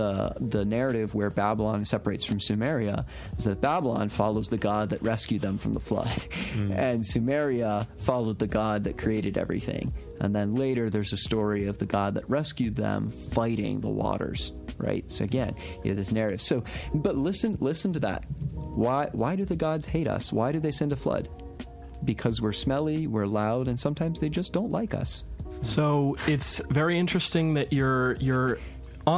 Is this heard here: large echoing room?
no